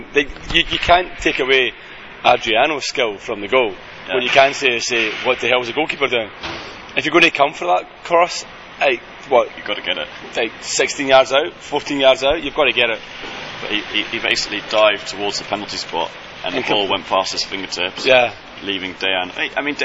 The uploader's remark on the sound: Two Men, One Car Park. The boys meet outside Seoul Station before both head off on travels.